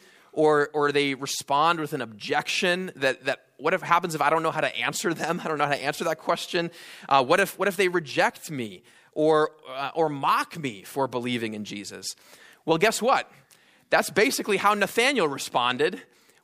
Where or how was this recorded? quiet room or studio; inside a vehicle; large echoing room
large echoing room